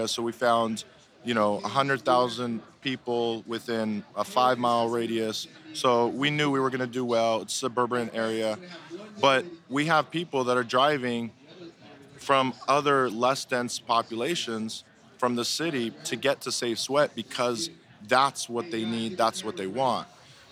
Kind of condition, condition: setting, busy venue